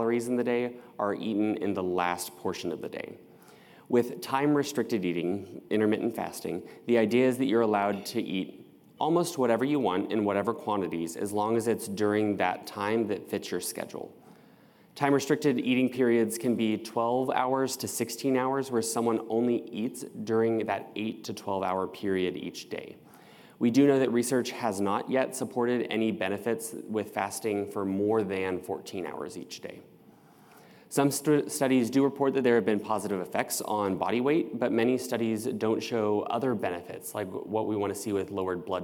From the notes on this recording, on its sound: Welcome to this year's Eye Believe 2023 Survivorship Seminar recording series.